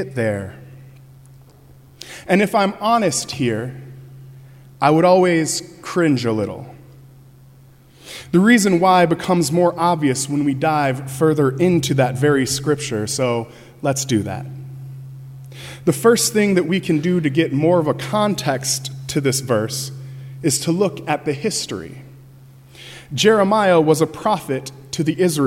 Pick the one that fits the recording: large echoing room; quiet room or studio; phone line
large echoing room